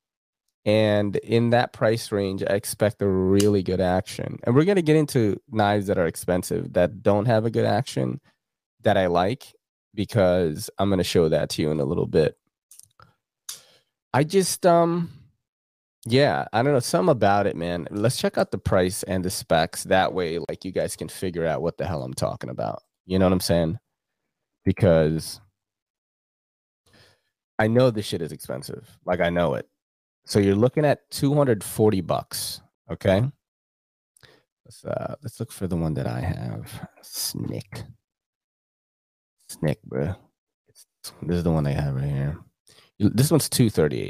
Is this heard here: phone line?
no